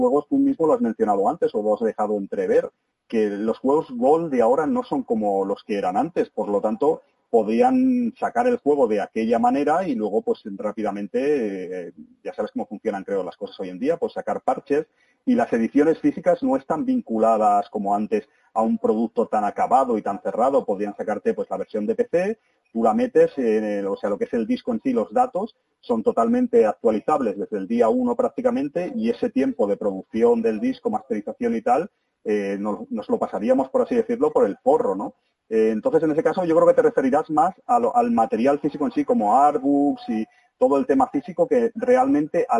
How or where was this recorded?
phone line